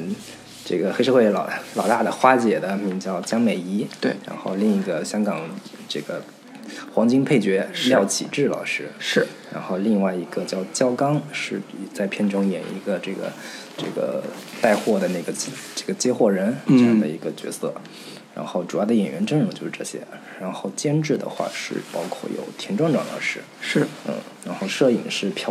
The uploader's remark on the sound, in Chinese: 本期录制遭遇节目开播以来最特殊情况，只能在一个环境优美（略嘈杂）的咖啡馆里，三个主播用半专业设备（手机）聊了近一个半小时。